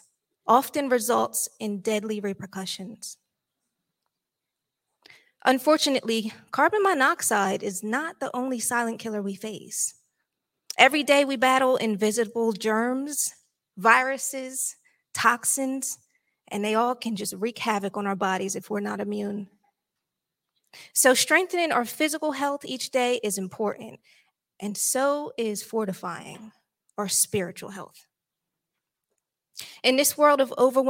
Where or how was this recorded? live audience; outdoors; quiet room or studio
live audience